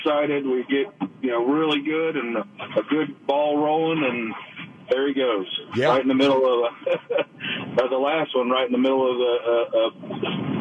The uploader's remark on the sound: takes callers reaction